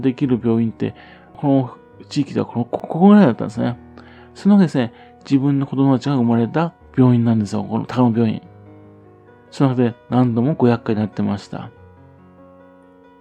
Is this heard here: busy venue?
no